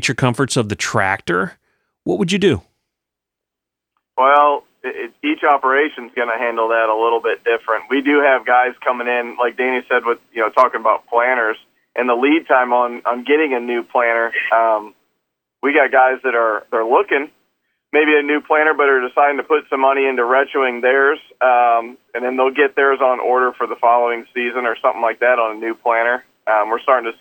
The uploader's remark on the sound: from Chrisman Farm Center in Chrisman, Illinois call